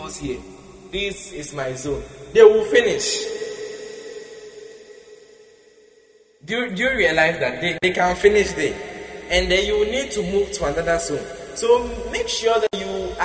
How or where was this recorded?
large echoing room